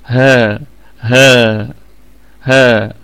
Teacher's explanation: والهاء فيها مد طبيعي وصلا وقفا